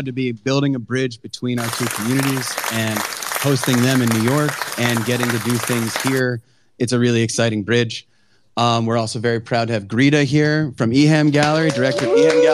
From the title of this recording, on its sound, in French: Live depuis la NFT Factory